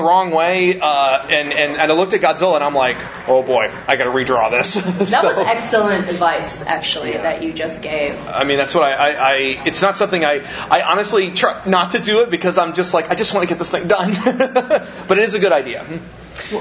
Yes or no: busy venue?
yes